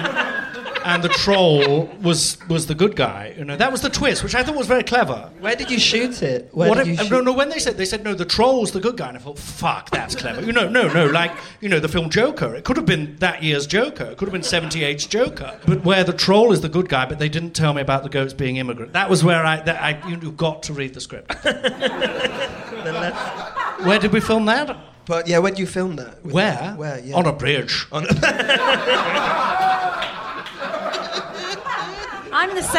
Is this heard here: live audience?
yes